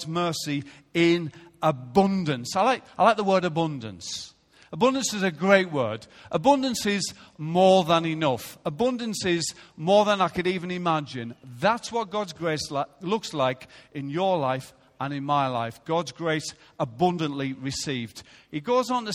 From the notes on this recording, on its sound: Recorded live at Life Church on Sunday 3rd July 2016.